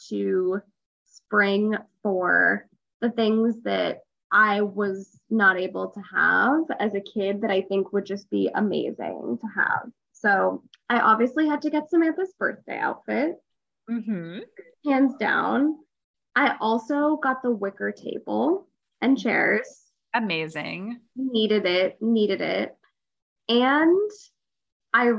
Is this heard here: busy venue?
no